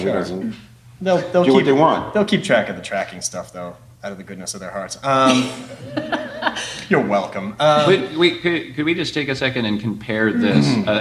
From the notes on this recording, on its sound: The Q&A panel after the world premiere. The premiere took place at Code & Supply’s Abstraction conference in Pittsburgh, PA.